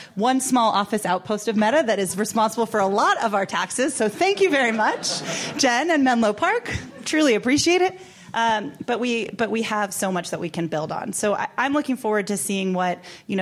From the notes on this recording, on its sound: Audience Questions